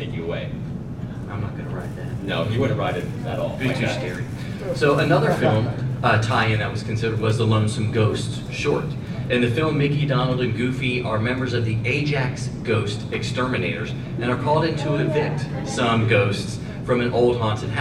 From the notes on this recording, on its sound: We recorded in front of a live audience at Dragon Con!